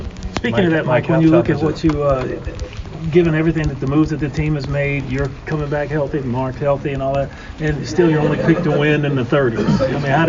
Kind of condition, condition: setting, busy venue